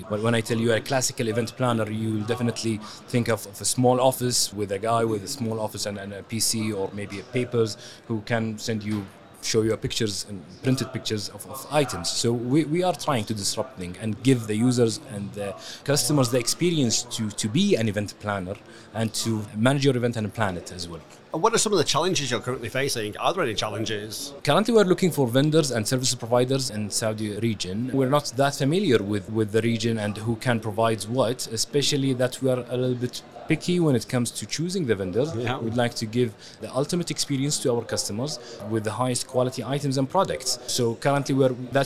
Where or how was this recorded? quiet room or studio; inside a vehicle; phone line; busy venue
busy venue